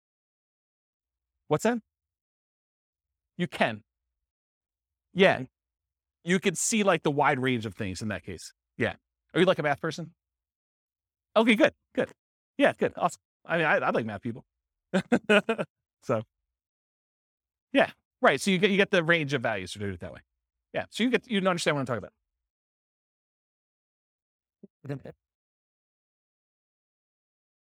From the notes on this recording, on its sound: This was a live class recorded